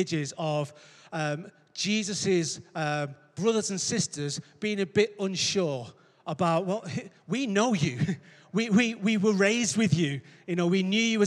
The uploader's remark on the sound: Recorded live at Life Church Lancashire 12th June 2022.